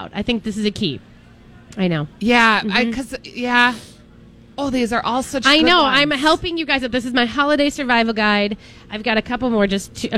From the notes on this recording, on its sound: Live Broadcasting at EL Burrito!